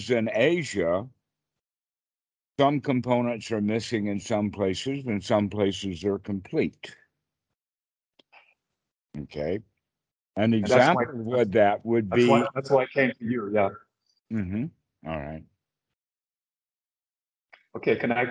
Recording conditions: video call